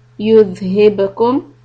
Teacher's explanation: dhal, tip of the tongue out